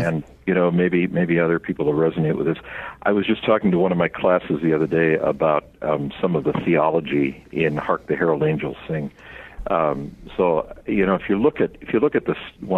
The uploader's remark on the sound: We are joined via phone